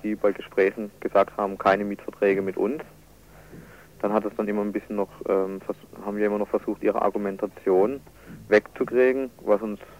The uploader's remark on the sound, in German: Hausbesetzung in Lörrach - Ein Telefoninterview.